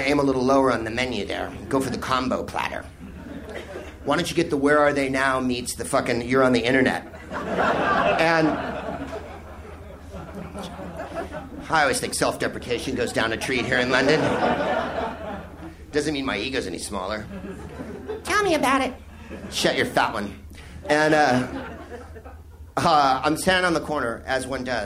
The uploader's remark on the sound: Live from the Soho Theatre in London.